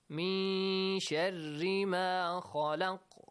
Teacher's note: من شر ما خلق من شر ما خلق شري yes شري very simple من شر ما خلق من شر ما خلق أحسنتم that's nice من نون ساكن plus شين yeah you hide the sound of noon but let it kind of make it clear that the letter شين comes after